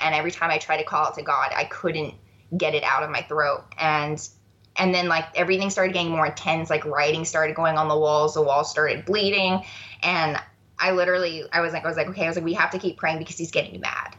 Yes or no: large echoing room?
no